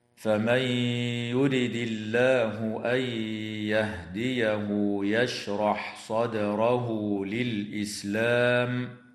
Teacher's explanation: النون الساكنة في قوله تعالى فمن يرد حكمها الإدغام مع الغنة في الياء بعدها، وكذلك النون الساكنة في قوله تعالى أن يهديه تدغم في الياء أيضا مع الغنة.